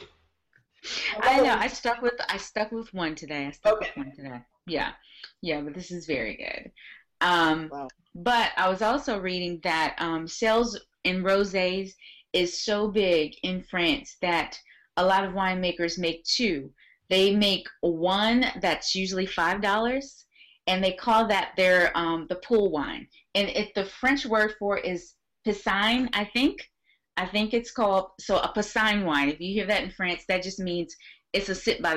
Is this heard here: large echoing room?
no